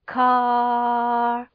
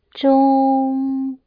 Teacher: We're using the green thumb tone, the nice, long, level, soothing tone.